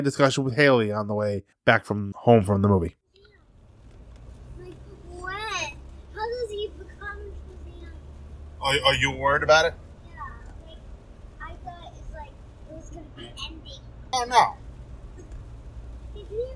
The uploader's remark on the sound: In a conversation recorded on the car-ride home. She was in the back seat and a little hard to hear.